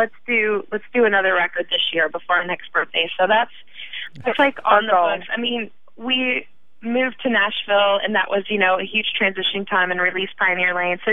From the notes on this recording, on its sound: grabbed some time over the phone